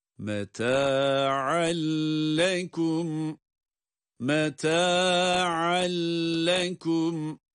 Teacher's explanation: ayın harfi iki üstünüyle yani üstün tenviniyle lam harfine idgam edilerek okumaktayız · Term: idgamı bilahunne